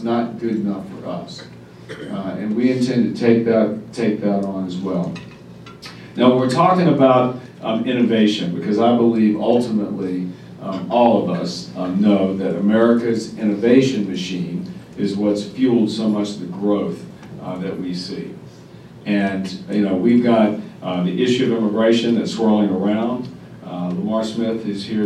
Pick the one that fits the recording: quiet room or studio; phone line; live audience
live audience